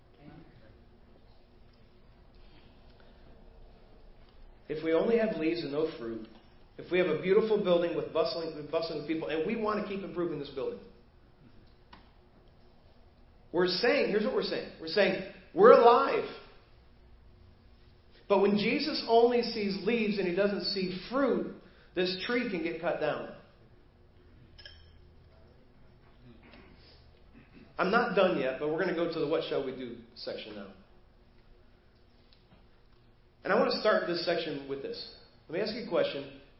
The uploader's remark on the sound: Preached at First Baptist Church of Hazel Park